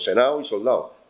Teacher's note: nos da por no pronunciar la D entre la A y la O, y no hay manera de decir soldado ni senado, sino senado y soldado, porque fonéticamente debe ser más cómodo, sin ninguna duda, pero eso implica que la D caerá.